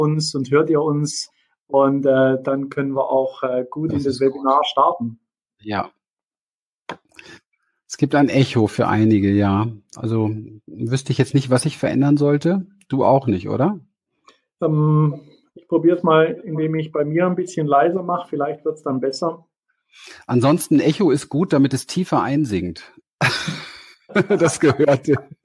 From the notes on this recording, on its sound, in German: Anlässlich des Live-Events der Liebesrevolution in Erzhausen bei Frankfurt. In einem Live-Webinar.